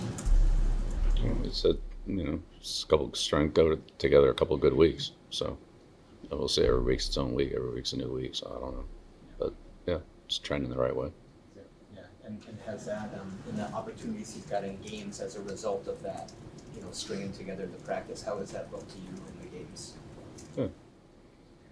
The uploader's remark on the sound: Addresses the media during his press conference at Gillette Stadium.